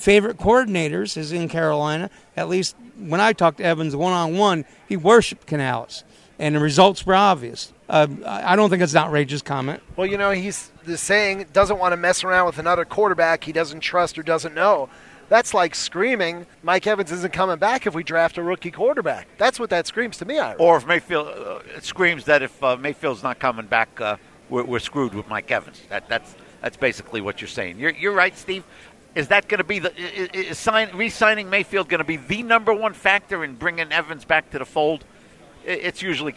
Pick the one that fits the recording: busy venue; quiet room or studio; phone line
busy venue